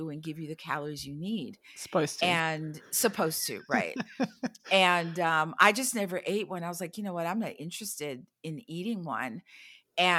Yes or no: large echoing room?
no